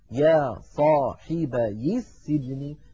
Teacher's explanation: سجن أول حرف فيها سين ساكنة، فالتقى ساكنان فنحذف، عفوا فنحرك الساكن الأول بالكسر فتصير يا صاحبي